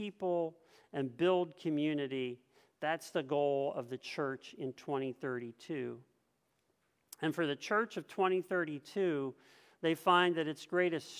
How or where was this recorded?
large echoing room